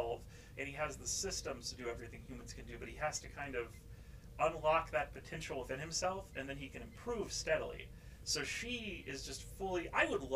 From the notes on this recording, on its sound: Had some issues with our new mics